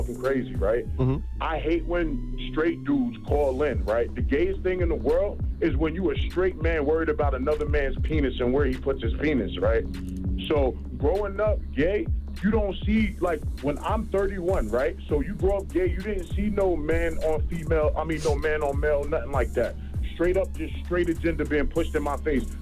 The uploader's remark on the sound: Today on the show we opened up the phones to the parents that listen to the show